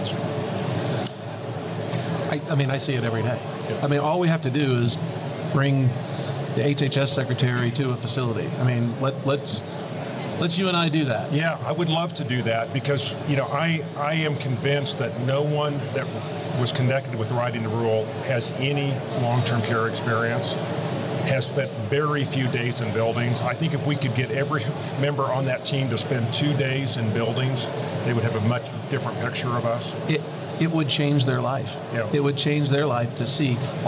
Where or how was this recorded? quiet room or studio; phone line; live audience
live audience